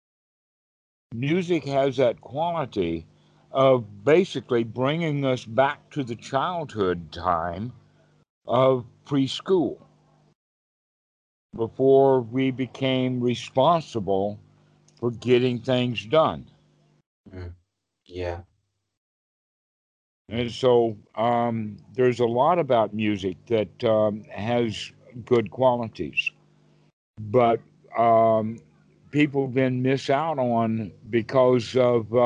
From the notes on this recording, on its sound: skype calls on this channel